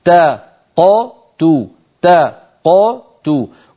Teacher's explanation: قل فلما تقتوا انظروا بارك الله فيكم تا نفتح الفم عند التاء تا قو نقلقل القاف دون أي عمل إضافي تو ونضم عند التاء صارت هكذا تا قو تو تا قو تو ولا نقول تقتلون ولا نقول تقتلون لا نضم التاء.